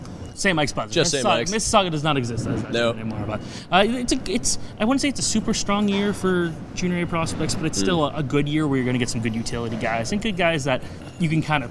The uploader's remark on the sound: Live from the CHL Top Prospects game in Hamilton